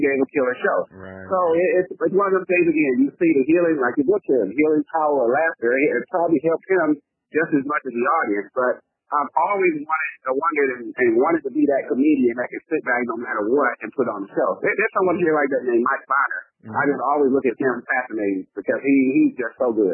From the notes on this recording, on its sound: Recorded over the phone.